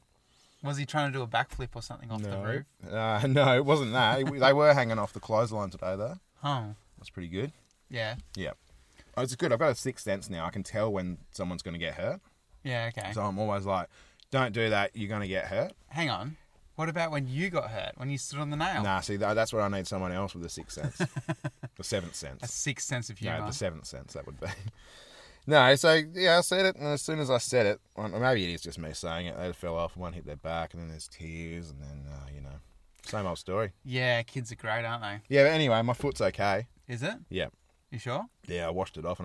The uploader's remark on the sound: This week we decided to record alongside a creepy graveyard on the outskirts of a tiny country town. There was death among us during recording though as a bag of lollies was devoured.